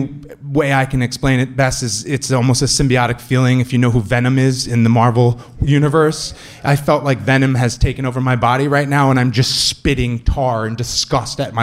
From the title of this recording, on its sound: Live From Orlando!